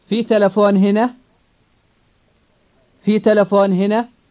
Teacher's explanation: When the word is used in a question, its tone rises rather than falls. Listen to how an Arab says, is there a telephone here?